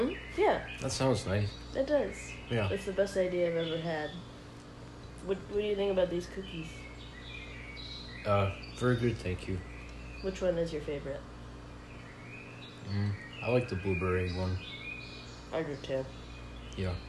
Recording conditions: sounds in the background